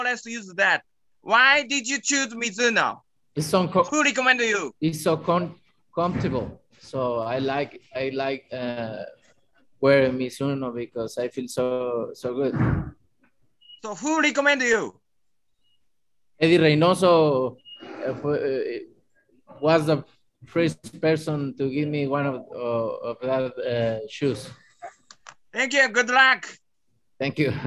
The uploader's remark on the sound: will hold a Zoom conference call